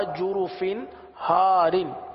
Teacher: دیکھیں جرف ہار فا کے نیچے دو زیر کی تنوین ہے تنوین کے بعد ہا ہے ہا حروف حلقی میں سے آ رہا ہے لہذا یہاں پر اظہار کا قاعدہ ہوگا